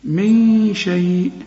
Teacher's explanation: من شيء، نون السكنة دي اللي بدون تشكيل بيجي بعدها الشين، الشين من حروف الإخفاء، عاوزين غنة هنا